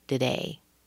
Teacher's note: make sure you're stressing the day, not the to.